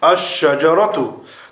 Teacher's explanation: alif in the definite article of alif lam is recited and merged with the sun letter, which now has a shadda on it when recited.